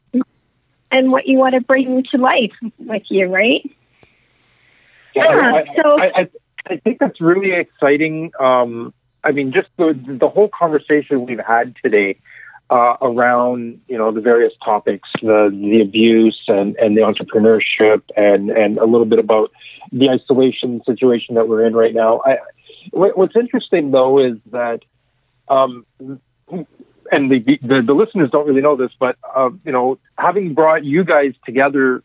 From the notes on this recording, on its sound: setup a conference call